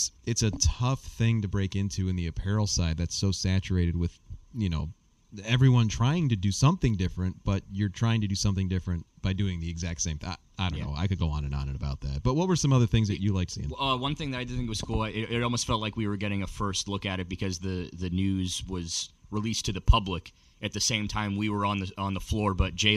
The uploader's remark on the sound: LIVE from the 2024 PGA Show. (face-to-face for the first time!). Live from Orlando, Florida to reflect on the 2024 PGA Show.